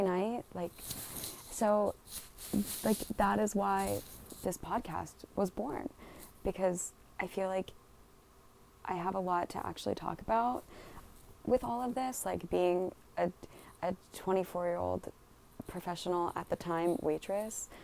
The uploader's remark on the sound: Live from my bed. Excuse the background noise.